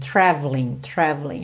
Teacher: E traveling, você não fala o E do traveling, traveling, traveling, ok?